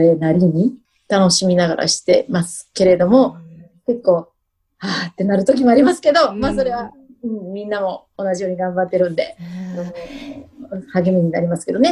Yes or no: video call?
yes